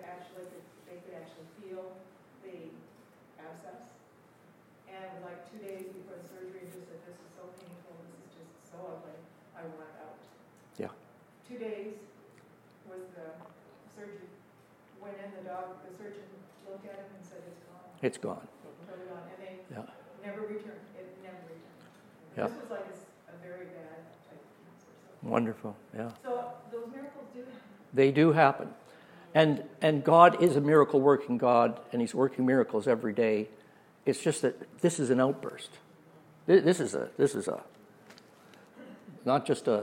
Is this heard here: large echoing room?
yes